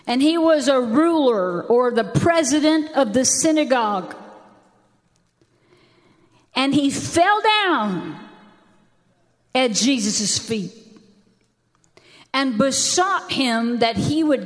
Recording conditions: large echoing room